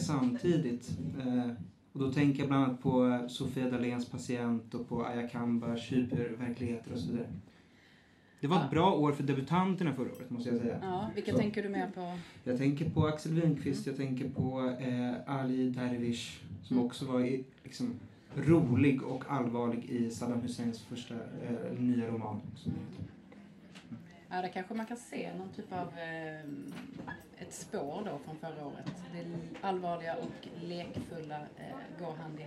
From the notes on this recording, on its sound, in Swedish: Poden spelades in inför publik på Söderbokhandlen i Stockholm.